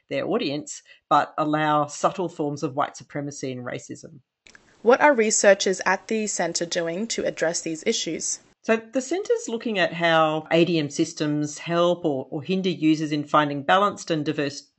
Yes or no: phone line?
no